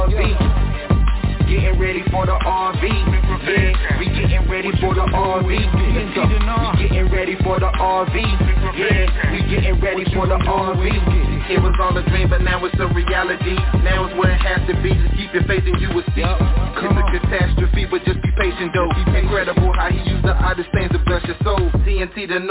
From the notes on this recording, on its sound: TNTSuperfantastic Conference Call.